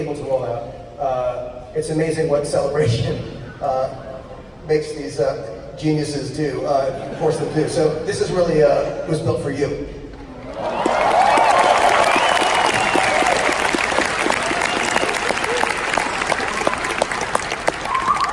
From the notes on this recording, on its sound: Star Wars Celebration Chicago Episode 9 Panel. This is the audio version of the SWCC 19 Episode IX panel.